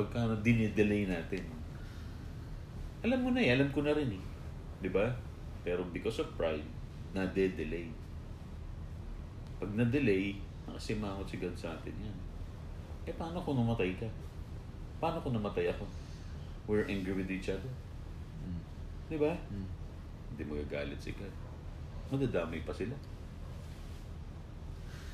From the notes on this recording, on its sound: I hope the audio is better on your end.